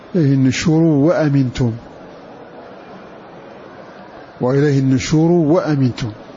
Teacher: قنبل إذا وصل هذا اللفظ بما قبله فإنه يبدل الهمزة هنا واوا